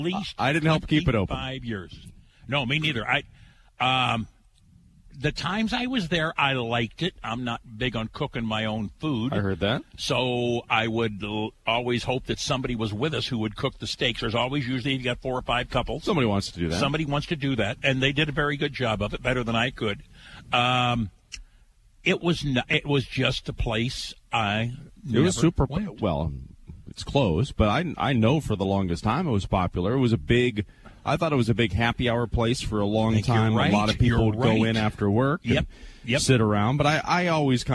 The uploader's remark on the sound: AM Springfield is on the road with Air National Guard Live from the 183rd Wing.